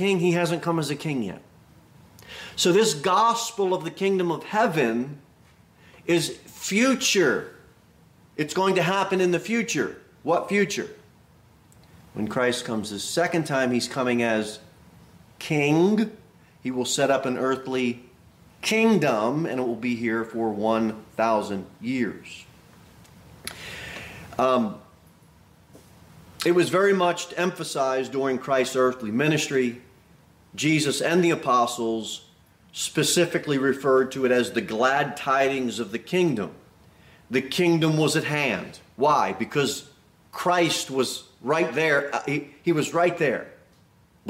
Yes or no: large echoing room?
yes